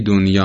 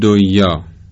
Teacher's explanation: نون ساکن رو در این کلمه در یه ادغام نمی کنیم · Shown in: first take